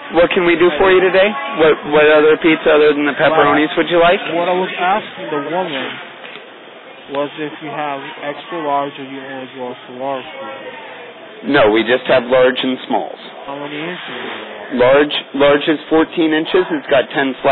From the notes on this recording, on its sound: Prank Phone Calls Collection